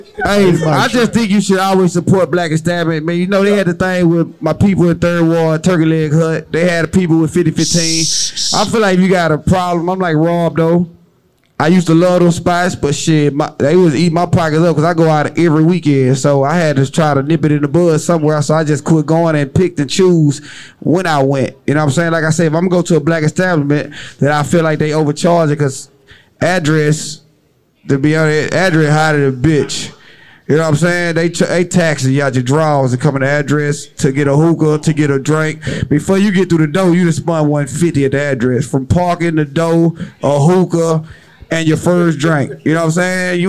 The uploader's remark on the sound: Rhythm Bar Houston Tx Live on Set. Very first Live Shoot on location.